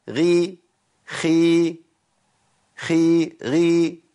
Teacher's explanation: لما الحرف يكسر الغين والخاء اعمل فيهم ايه؟ ينزلوا تحت خالص. اغ تعرف غي خي خي غي، ينزلوا خالص.